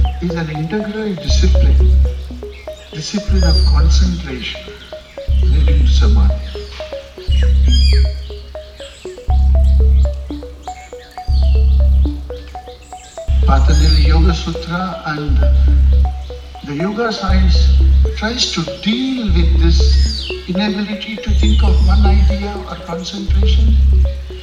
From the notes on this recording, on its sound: to the background soundscapes of Coorg coffee plantation